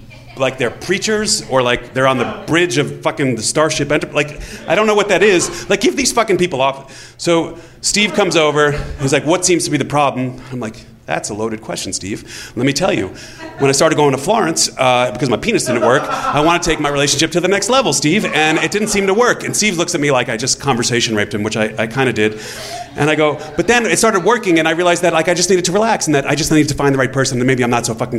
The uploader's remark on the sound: Live From LA Storytelling Fest. Tell true stories at the live RISK!